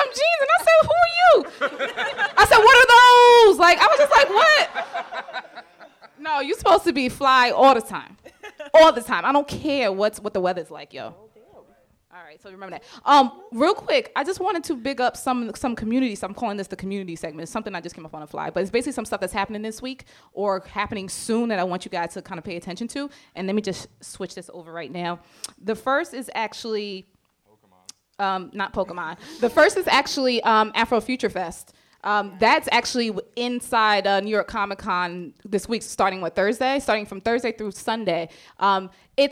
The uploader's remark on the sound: This episode was recorded in front of a live studio audience at Benzaquen Hall in The Dimmena Center.